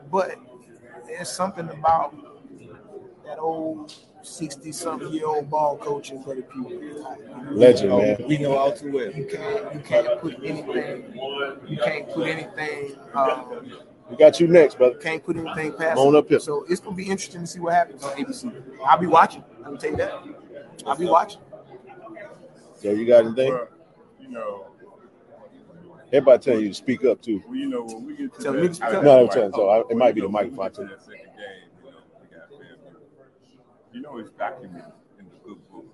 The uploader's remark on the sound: Live Interviews from SWAC Media Day